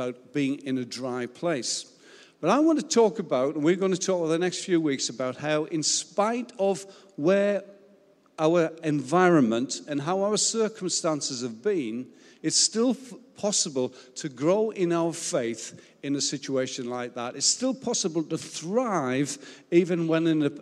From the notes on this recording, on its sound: Recorded live at Life Church Lancashire